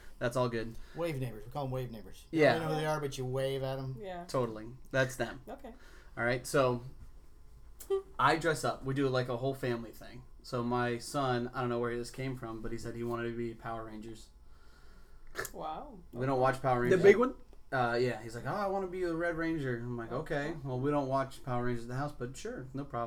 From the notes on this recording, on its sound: Excuse the sound quality.